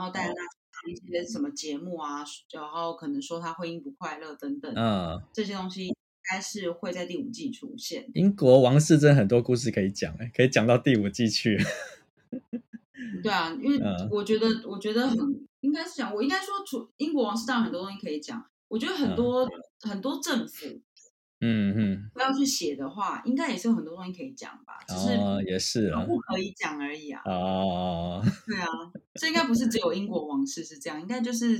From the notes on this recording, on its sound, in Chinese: 在日本遠端錄音。麥克風壞掉了，音質欠佳請見諒。